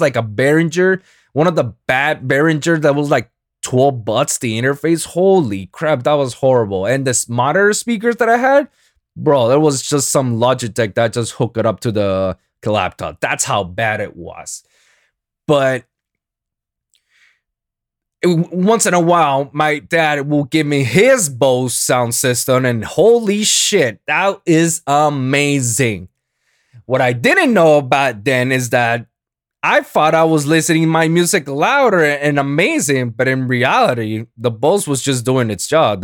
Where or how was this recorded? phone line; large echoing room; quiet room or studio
quiet room or studio